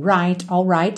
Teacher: eu preciso do R ali para ligar na próxima letra, no caso I · Term: R enroladinho